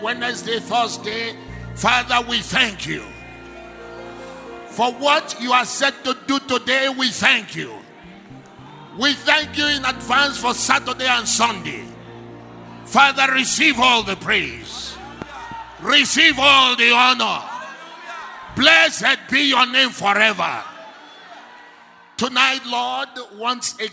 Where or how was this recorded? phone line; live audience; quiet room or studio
live audience